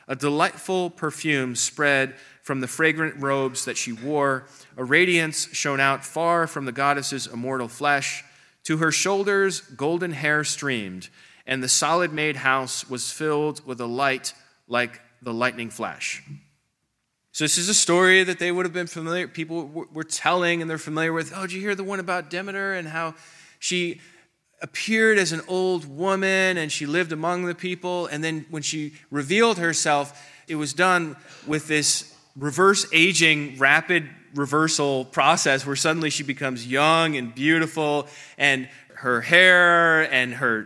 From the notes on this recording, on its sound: This presentation is from the 3rd Unitarian Christian Alliance Conference on October 20, 2023 in Springfield, OH.